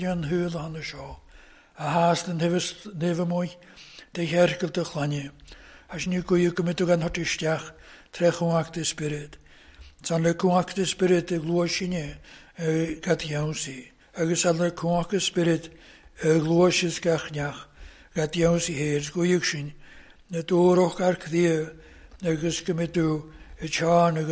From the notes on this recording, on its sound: recorded at North Harris Free Church on the evening of Sunday, 14th January 2024